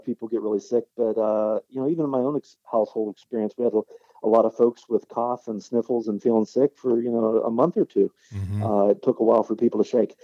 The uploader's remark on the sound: joins us via telephone